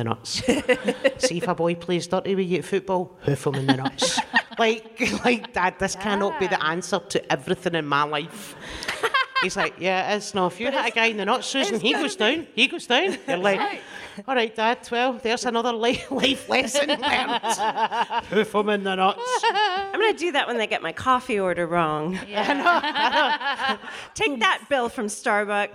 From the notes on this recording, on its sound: DWSC LIVE. We hear from a member of the audience.